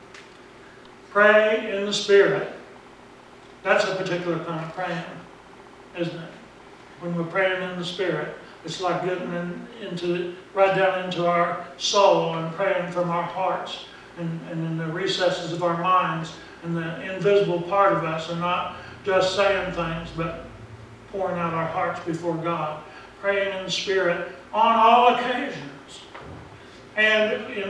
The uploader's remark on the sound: Preached at Briensburg UMC on October 27, 2019